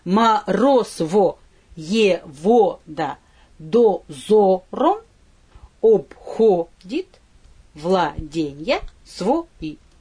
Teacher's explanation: То есть это ударение на втором слоге в амфибрахии.